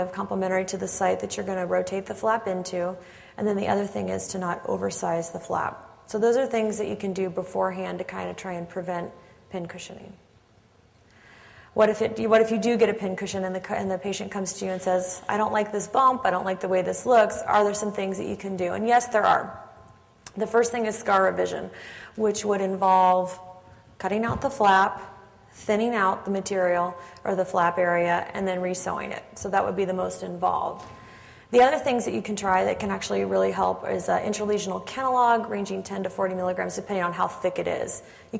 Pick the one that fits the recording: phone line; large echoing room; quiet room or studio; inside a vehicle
large echoing room